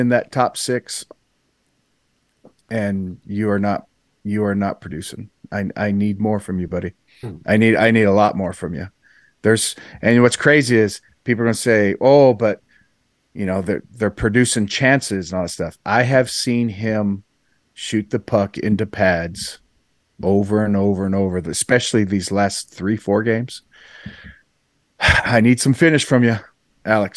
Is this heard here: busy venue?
no